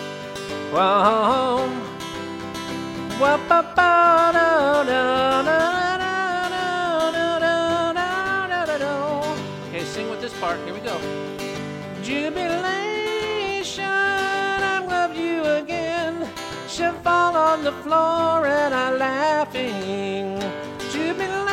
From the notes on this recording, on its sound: Apex NC. Plays acoustic music live at Pheasant Creek Coffee.